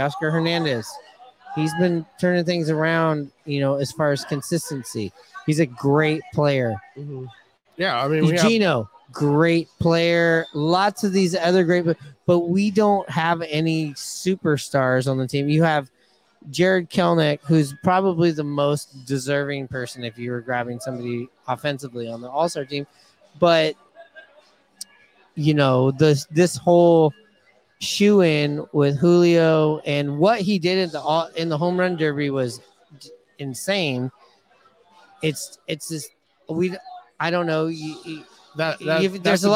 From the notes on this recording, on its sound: Live from Hooverville Bar!